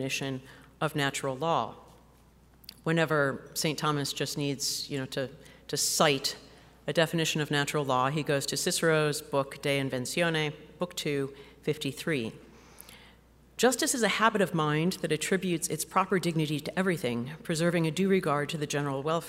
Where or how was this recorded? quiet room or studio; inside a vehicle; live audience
live audience